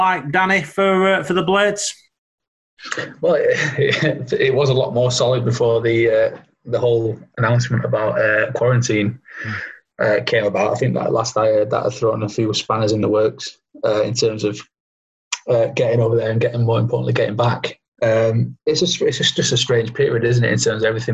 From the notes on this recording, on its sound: Apologies for any audio issues in this episode as social distancing guidelines mean we are still recording on a video conferencing site.